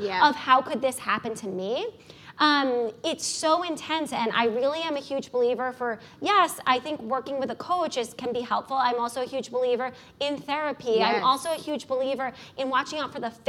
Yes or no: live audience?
yes